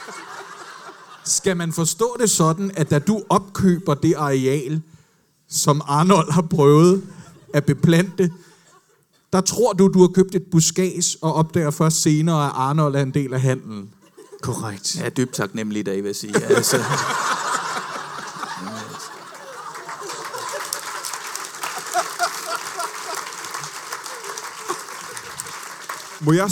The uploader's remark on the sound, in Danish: LIVE fra Comedy Zoo I Aarhus